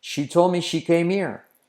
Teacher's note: He saltado la H de here.